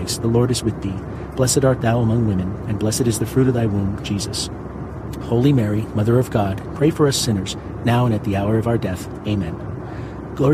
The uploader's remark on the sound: AIRPLANE. Pray the Rosary from inside a commercial jet while powerful engines provide a soothing rumble outside at an altitude of 35,000 feet.